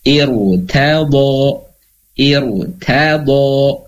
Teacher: Contohnya, ya, irtado, maka walaupun ya dibacanya sebelumnya hamzah wasalnya itu kasrah, betul ya, tapi ya dia tetap dibaca tebal, tidak ir tapi iru, iru ada gema di dalam mulut